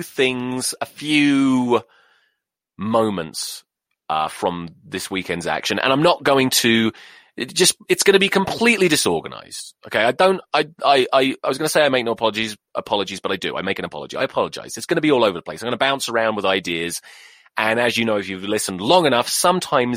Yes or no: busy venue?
no